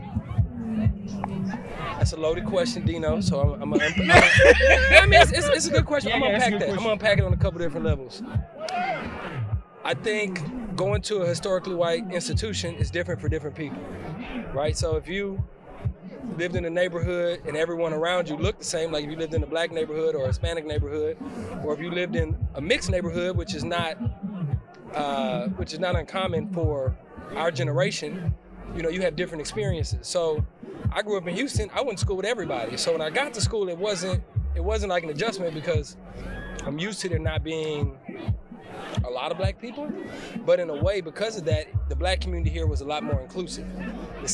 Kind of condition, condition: setting, outdoors